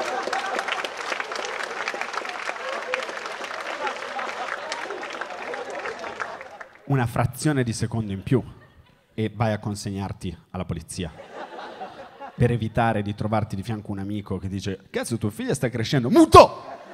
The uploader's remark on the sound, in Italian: Registrato al Magnolia di Milano